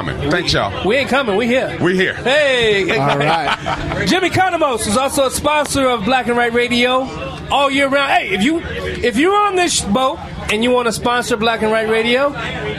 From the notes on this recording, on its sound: Live From Lake Michigan